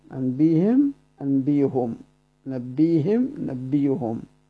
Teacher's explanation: فقال: وبعض بكسر الهاء لياء تحول، يعني بعض القراء قرأوا هذه الهاء مكسورة في حالة الوقف عليها، وهي أصلا مضمومة